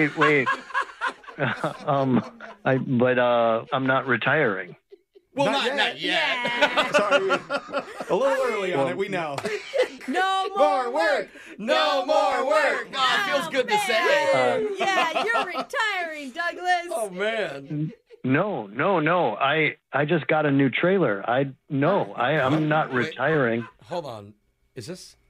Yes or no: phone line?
yes